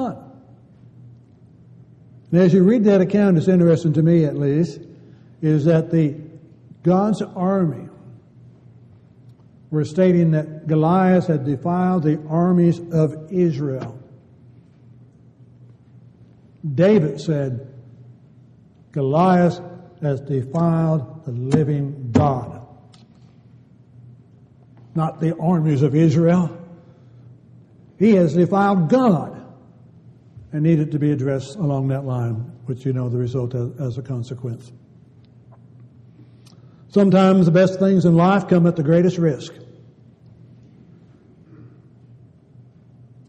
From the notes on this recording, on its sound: Downtown Church Of Christ Audio Sermon